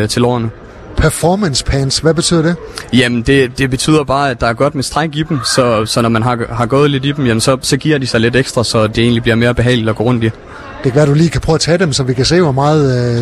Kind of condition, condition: setting, busy venue